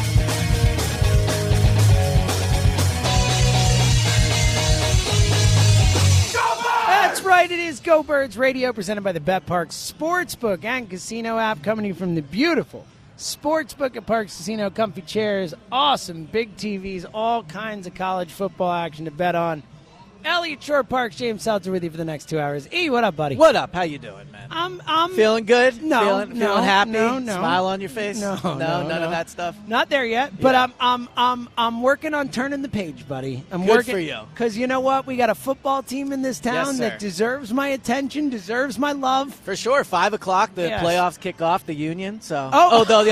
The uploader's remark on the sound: live at Parx Casino